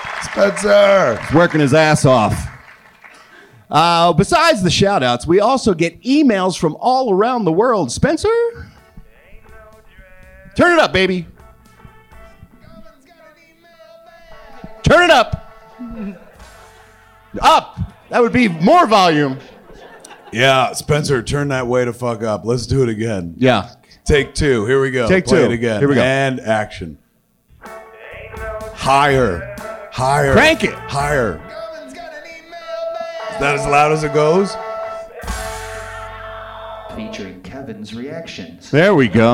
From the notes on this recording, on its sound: Recorded LIVE at Wiseguys in Salt Lake City, UT.